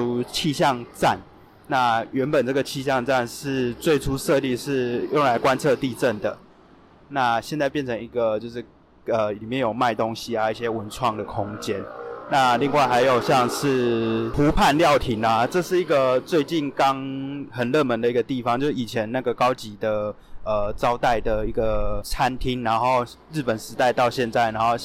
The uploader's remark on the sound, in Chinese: 首次嘗試戶外的「跟著聲音去旅行」，在室外部分會收到環境音，與環境音的播放。因為環境因素加上收音器材並沒有特別好，所以音質部分請見諒。另外有部分旁白是室內錄的。